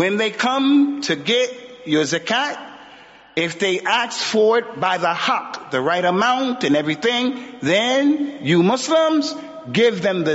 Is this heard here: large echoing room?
yes